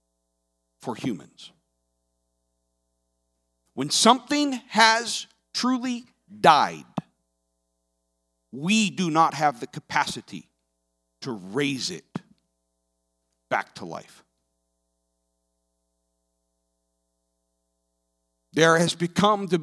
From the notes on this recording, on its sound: This sermon was recorded live on Sunday, October 24th, 2021 at Newark United Pentecostal Church.